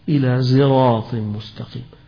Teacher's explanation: صراط تقرأ بالصاد وتقرأ بالسين وتقرأ بالإشمام للزاي